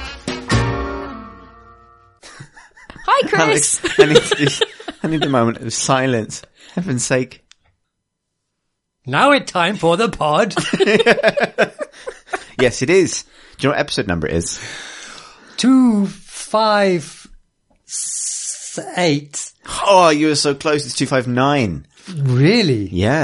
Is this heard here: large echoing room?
no